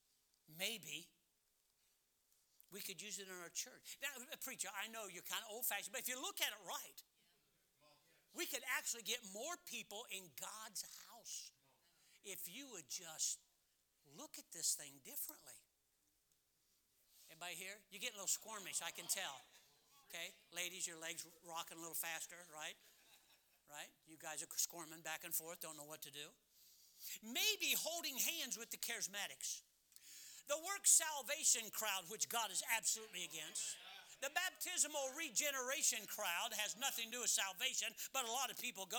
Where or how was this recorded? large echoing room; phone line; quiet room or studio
large echoing room